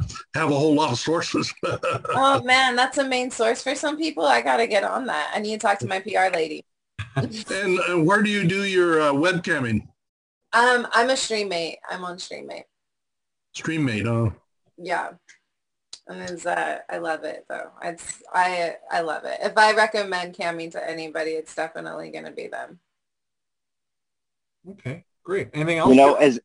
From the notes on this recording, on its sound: Our 5/16/2021 Zoom Show